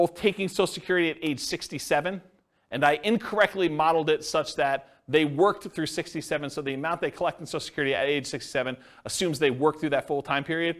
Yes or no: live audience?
yes